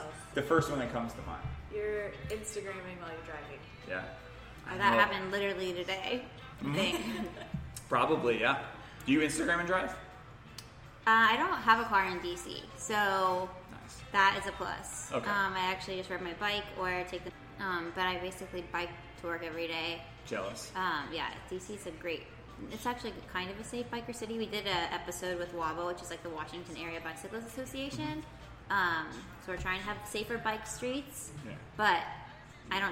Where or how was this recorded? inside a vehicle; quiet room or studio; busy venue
busy venue